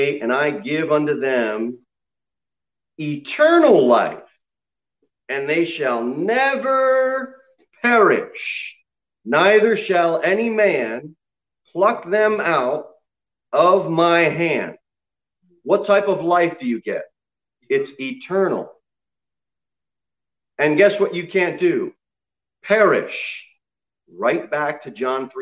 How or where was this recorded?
large echoing room